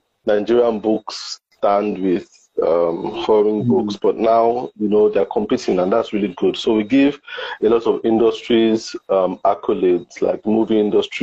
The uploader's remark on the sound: on Instagram Live for an enlightening conversation